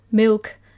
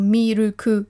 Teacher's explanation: wo Milk einfach zu Miruku wird, weil die einfach kein R und kein L und kein K einzeln aussprechen können · Shown in: second take · Term: Japanglish